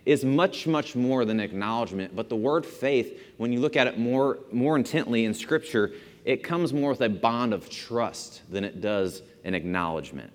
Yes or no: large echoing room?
yes